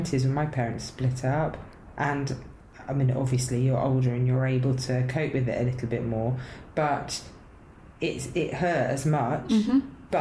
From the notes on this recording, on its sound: Our apologies for the background whirring during this episode. Lap top fan was having a funny 5 minutes (or so..!).